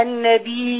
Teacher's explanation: النبي بقت ياء مد وراها همزة تبقى متصل يتمد ستة